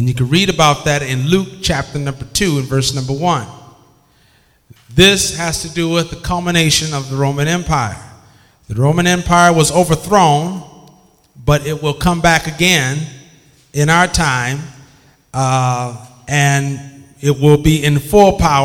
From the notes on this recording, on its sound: This bible study was recorded in 2007 at Greater Bible Way Temple in Bay City, MI.